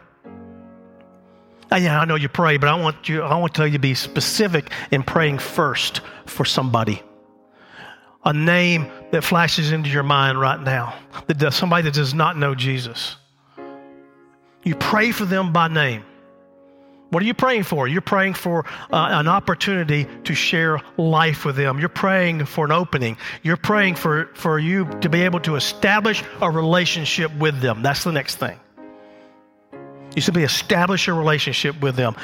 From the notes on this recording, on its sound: The message recorded live at Covenant.